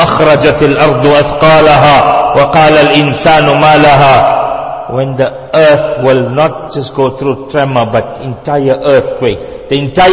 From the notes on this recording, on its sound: Jumuah lecture